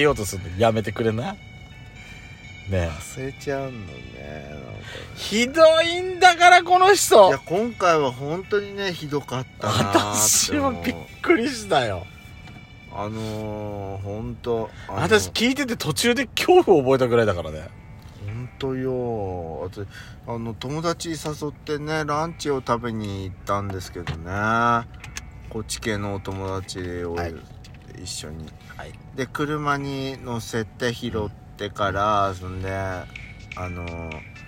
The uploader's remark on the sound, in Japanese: パーキング収録